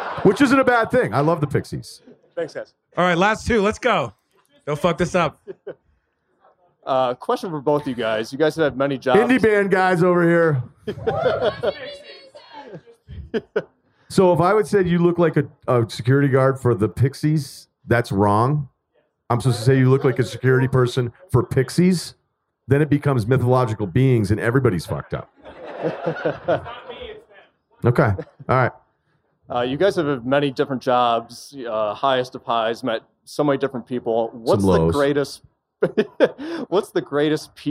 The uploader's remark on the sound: Took the podcast on the road to Ophelia’s Electric Soapbox in Denver, Colorado! A Q&A with the audience.